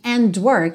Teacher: aqui você realmente não ouve esse D, você não tem and work, e sim and work.